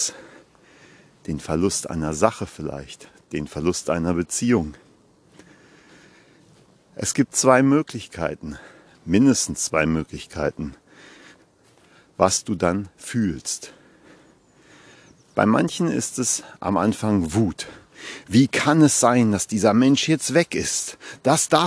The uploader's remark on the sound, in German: Achtung: live im Wald gesprochen- kann Spuren von echter Waldenergie enthalten. Live aus dem Wald.